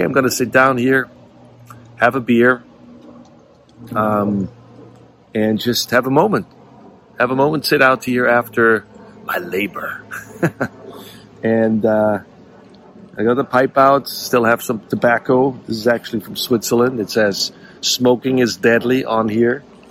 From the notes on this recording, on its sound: To prove that rain won’t stop me, I had to record this while I was around the fire pit in my rocking chair, with one of my cats on my lap, a pipe in one hand and a beer in the other.